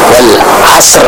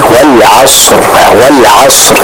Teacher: huruf sad itu dialirkan suaranya, namun bukan dipantulkan · Shown in: second take